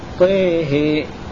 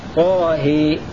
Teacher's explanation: حمزة والكسائي وشعبة سيميلون الطاء والهاء